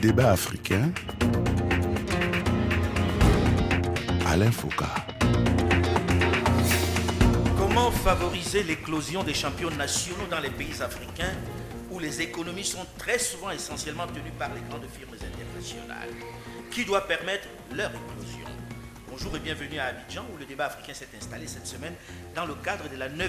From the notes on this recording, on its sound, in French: Ce magazine a été enregistré à Abidjan lors de la 9ème édition du Forum Makutano